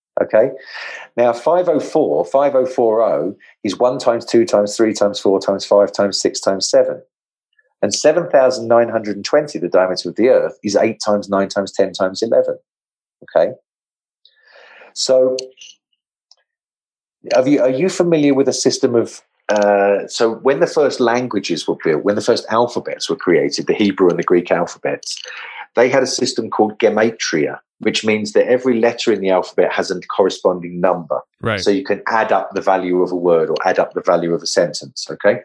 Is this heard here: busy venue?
no